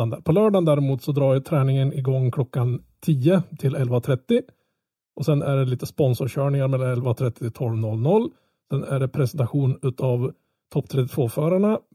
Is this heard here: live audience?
no